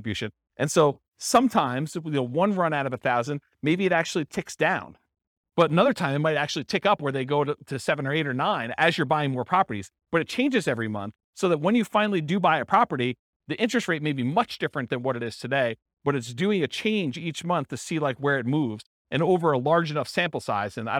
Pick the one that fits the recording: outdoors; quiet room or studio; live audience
live audience